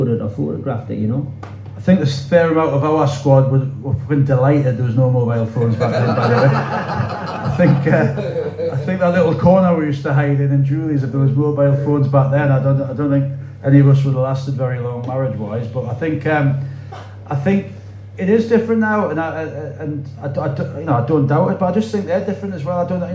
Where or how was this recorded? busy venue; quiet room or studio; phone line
busy venue